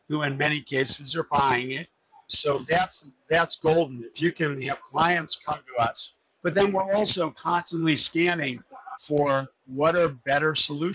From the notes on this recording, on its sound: Interview in Action live from HLTH.